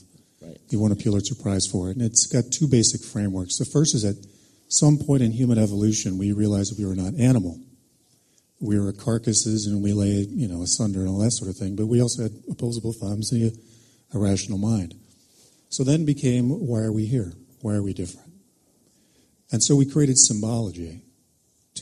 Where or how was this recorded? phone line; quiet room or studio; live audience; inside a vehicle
live audience